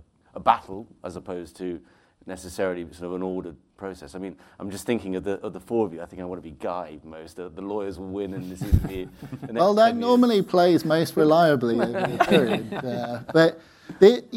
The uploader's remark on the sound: On February 22, in London, Benchmark Minerals Intelligence hosted the HC Insider Podcast in front of a live audience to discuss.